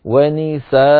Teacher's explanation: حذفوا التنوين وأبدلوه بألف تمد بمقدار حركتين ويلحق هذا المد بالمد الطبيعي